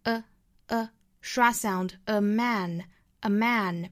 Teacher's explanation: 前面的这个 a 呢是要弱读的 a schwa sound